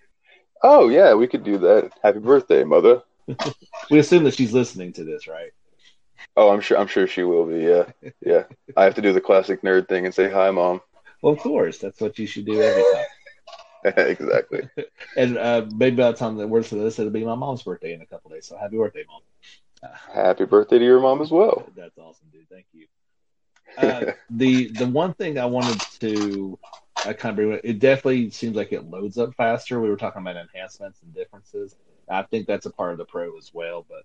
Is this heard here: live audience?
no